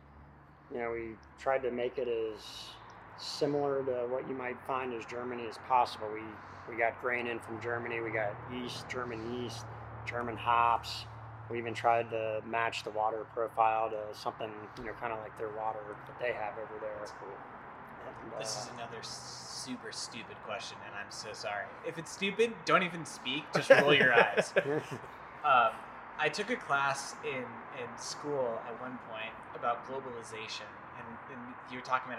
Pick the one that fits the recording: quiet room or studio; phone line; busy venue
busy venue